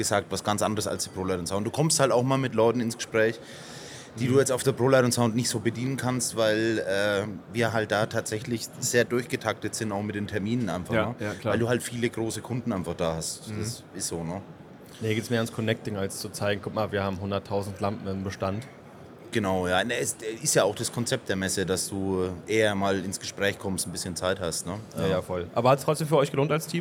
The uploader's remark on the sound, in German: Community Podcast live von der Leat Con2023